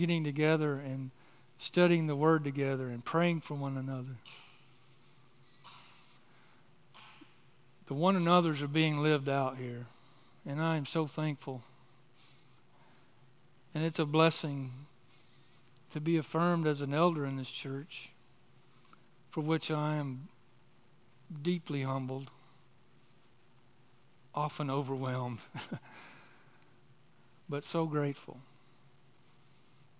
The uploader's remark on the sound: on the morning of December 3, 2023, at Chaffee Crossing Baptist Church in Barling, AR.